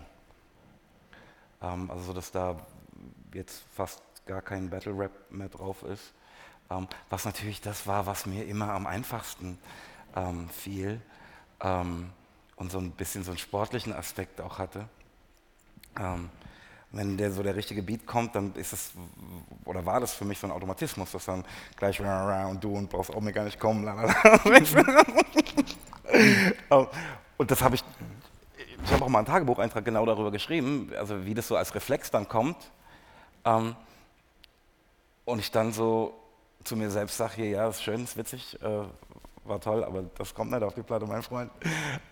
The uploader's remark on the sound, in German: Spricht im Apple Store, Kurfürstendamm in Berlin.